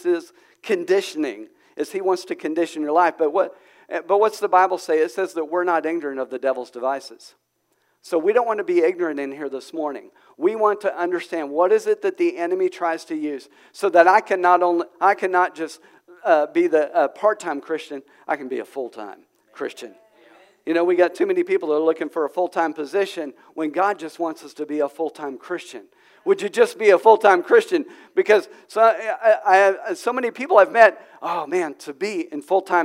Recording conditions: large echoing room